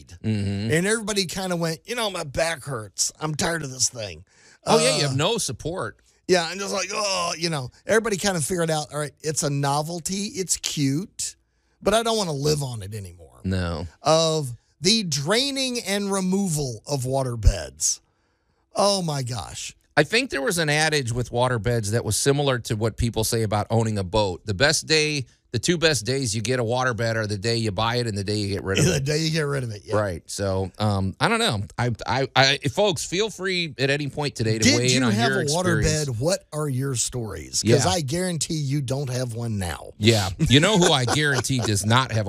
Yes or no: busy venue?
no